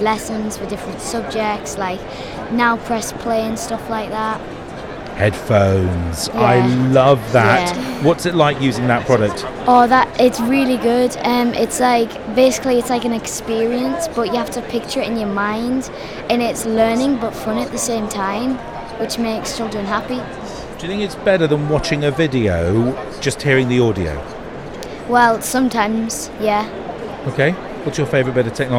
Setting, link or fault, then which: setting, busy venue